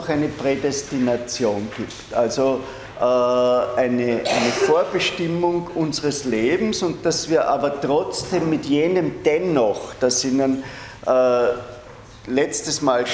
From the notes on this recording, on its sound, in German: Diese Vorlesung wurde von Studierenden aufgenommen